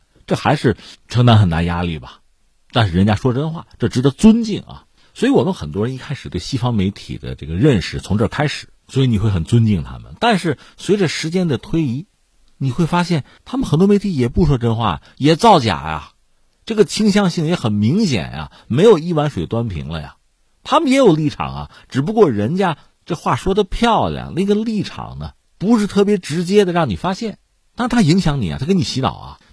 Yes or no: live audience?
no